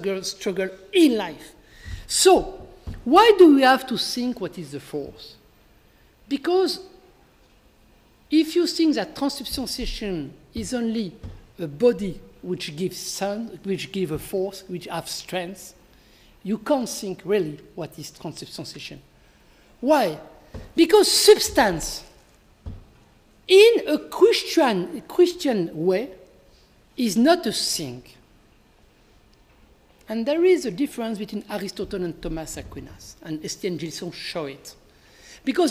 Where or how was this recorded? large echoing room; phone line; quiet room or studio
large echoing room